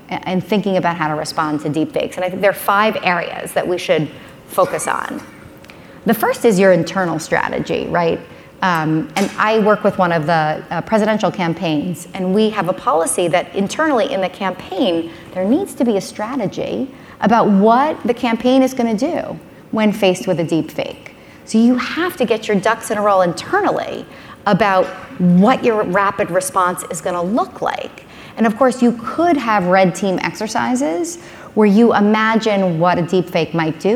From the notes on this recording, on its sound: spoke at the Page Annual Conference